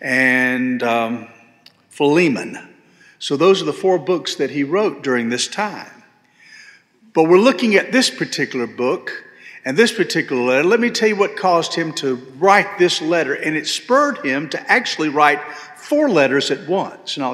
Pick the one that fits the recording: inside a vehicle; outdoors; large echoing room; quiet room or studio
large echoing room